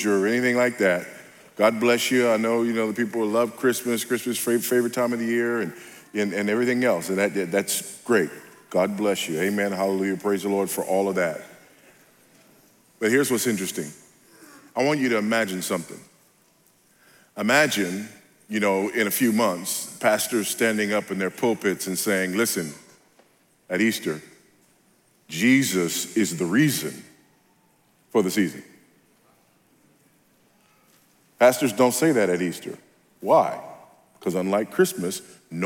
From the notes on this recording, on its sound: at the Founders “The Only God” national conference in Southwest Florida